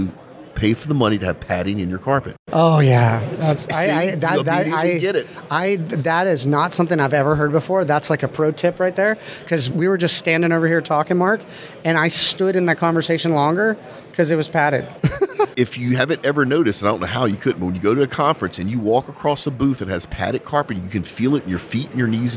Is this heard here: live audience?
yes